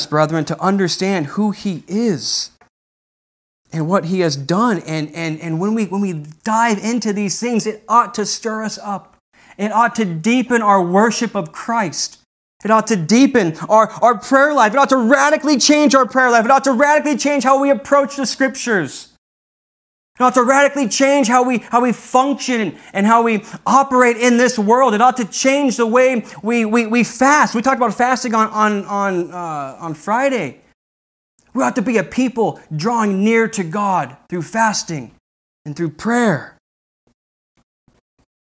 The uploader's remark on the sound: This message wad delivered on November 8th, 2020 at Redeemer Community Church.